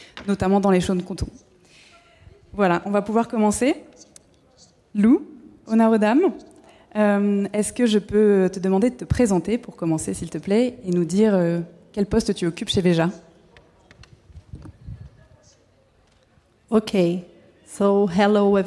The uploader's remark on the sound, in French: Était en captation live lors d'une conférence organisée par VEJA, sur le coton. On vous propose d’assister à la conférence organisée par VEJA à Bordeaux sur le coton.